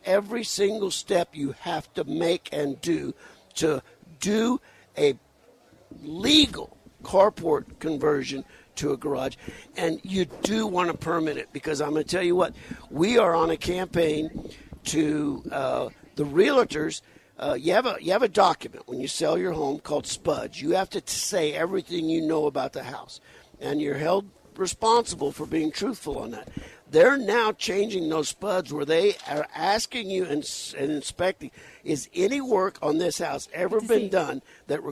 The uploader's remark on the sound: On location at Tucson Festival Of Books.